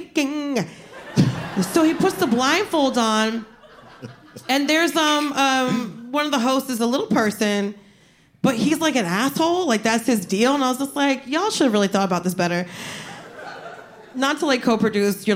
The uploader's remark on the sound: LIVE at the Bell House